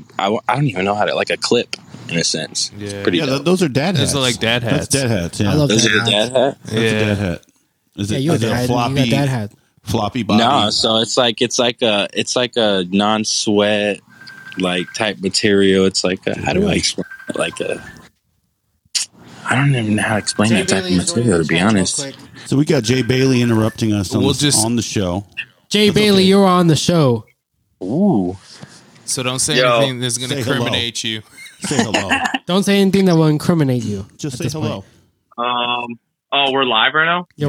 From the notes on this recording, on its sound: tap in with us live on the Clubhouse app